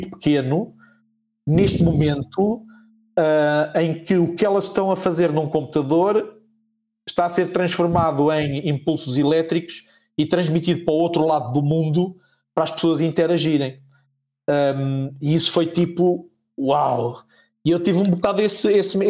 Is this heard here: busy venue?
no